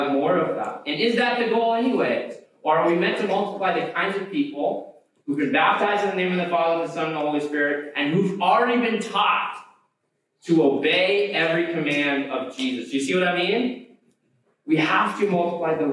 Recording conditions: poor sound quality